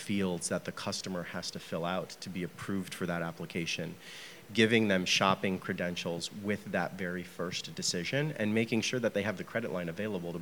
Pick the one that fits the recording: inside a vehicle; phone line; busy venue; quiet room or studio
busy venue